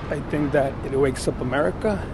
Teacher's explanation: … sounds a little breathy